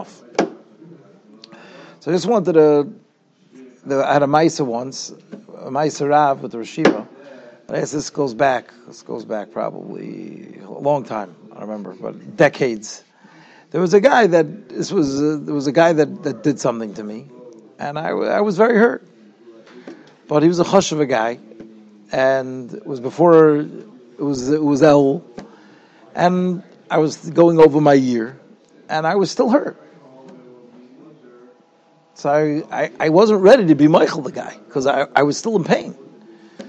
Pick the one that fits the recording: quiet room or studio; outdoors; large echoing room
large echoing room